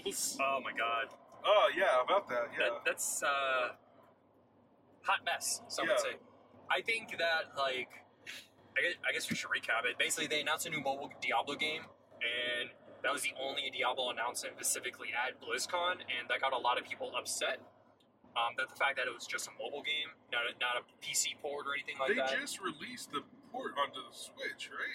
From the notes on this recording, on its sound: Recording a super short baby episode during their road trip home. Just two strange people in a car talking about video games on the literal road. Sorry for recording in a car.